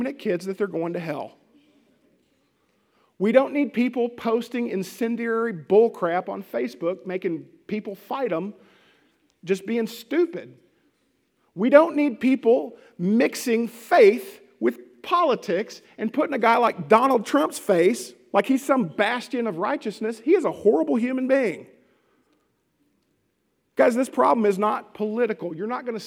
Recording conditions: large echoing room